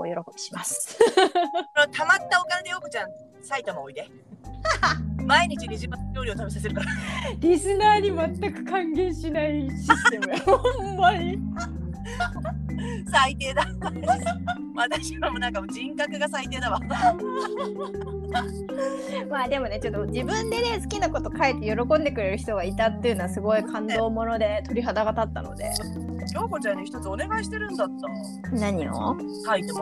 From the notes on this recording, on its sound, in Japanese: 運転中のため、音声が聞き取りにくくて申し訳ございません！